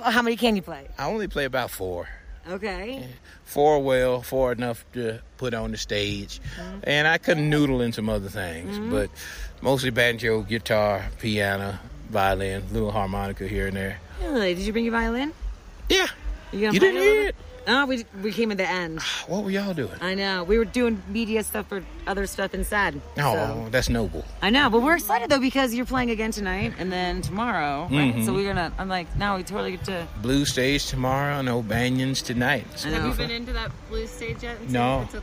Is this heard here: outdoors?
yes